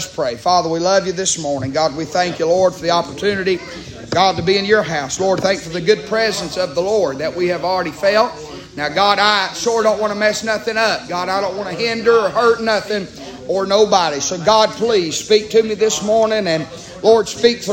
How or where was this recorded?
large echoing room